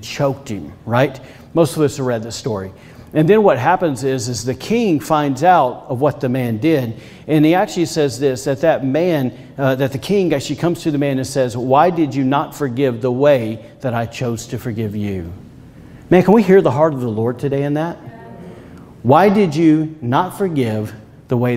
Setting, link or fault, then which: setting, large echoing room